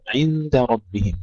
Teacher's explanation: ترقيق الدال قبل الراء المفخمة